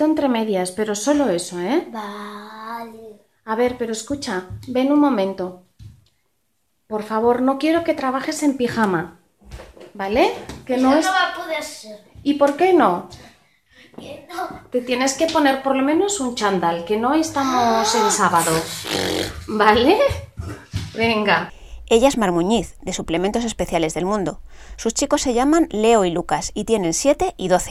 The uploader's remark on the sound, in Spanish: Teletrabajo con sonido de ping pong de fondo.